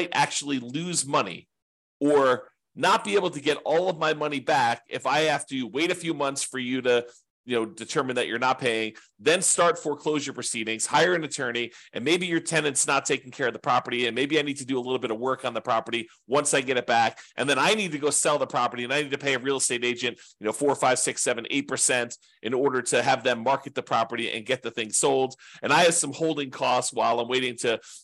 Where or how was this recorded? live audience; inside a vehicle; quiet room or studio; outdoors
quiet room or studio